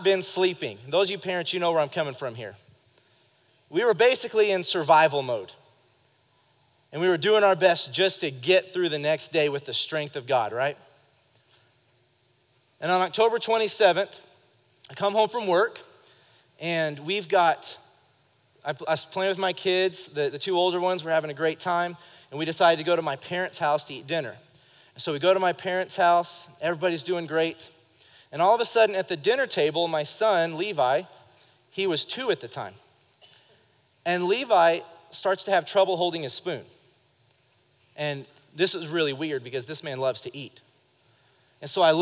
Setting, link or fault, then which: setting, live audience